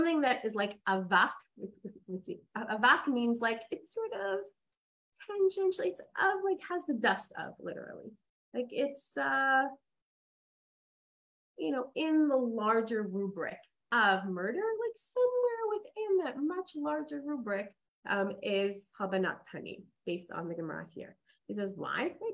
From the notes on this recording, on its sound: This audio was originally captured from Zoom